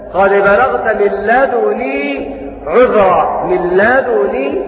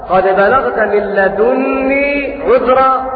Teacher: بضم الدال وتخفيف النون